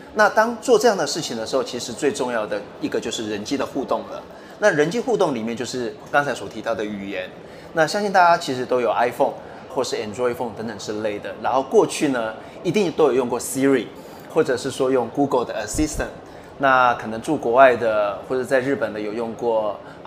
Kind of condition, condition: setting, busy venue